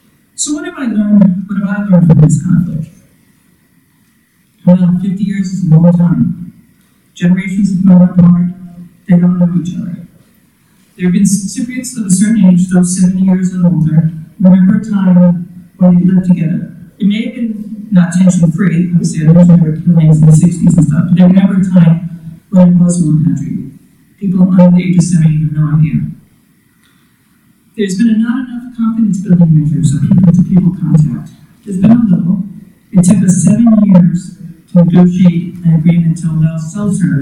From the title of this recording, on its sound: Event Recording